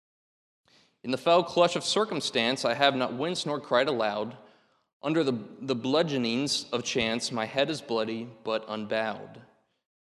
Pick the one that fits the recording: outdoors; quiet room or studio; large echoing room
large echoing room